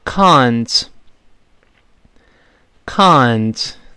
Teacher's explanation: 但是我们舌根不能动的，它是发啊，后面舌根不要拱上去哦 · Term: 英式发音